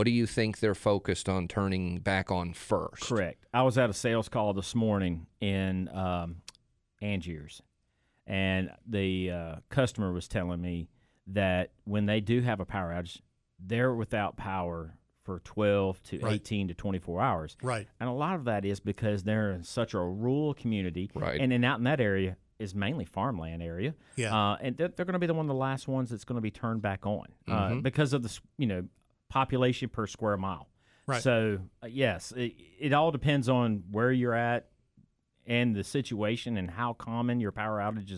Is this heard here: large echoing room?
no